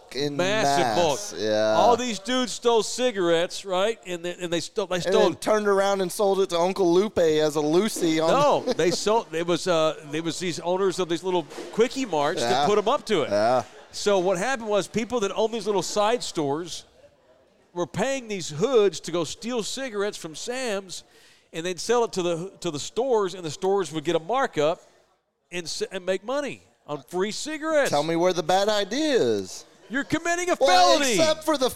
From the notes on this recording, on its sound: Live from Texas Cheer Liquor in San Antonio, TX.